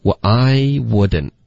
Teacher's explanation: wouldn't 的这个 t 的音呢省略了